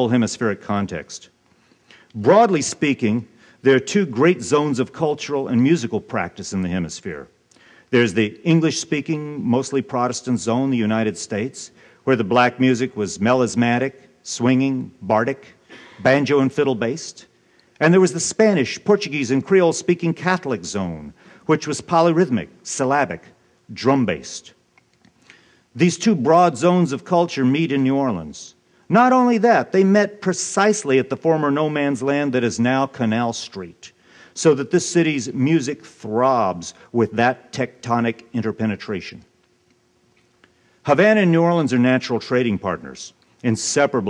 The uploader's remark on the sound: Keynote address at Zócalo’s conference on Race and Immigration in Post-Katrina America.